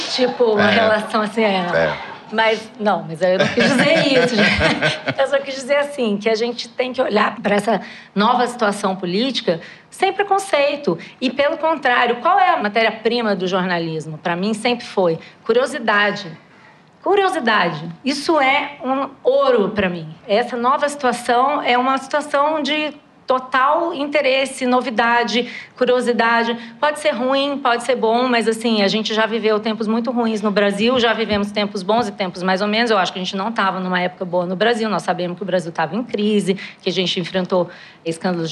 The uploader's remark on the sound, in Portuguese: Ao vivo no Festival